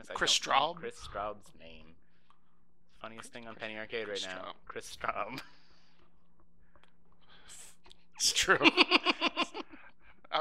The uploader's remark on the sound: there are a few minor little technical foibles that I intend to rectify in Episode 2 (overall volume levels should probably be bumped a little)